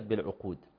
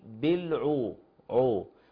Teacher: العين مرققه، حرف مستفل مرقق، بعده حرف مستعل مفخم. · Shown in: first take